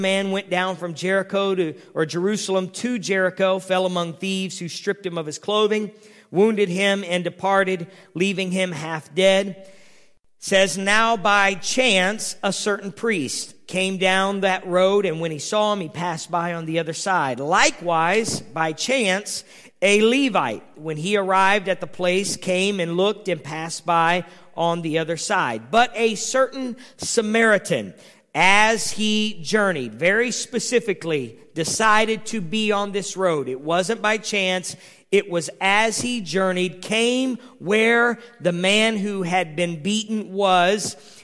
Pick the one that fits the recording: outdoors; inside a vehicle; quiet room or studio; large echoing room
large echoing room